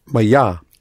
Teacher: And the accent falls on Ya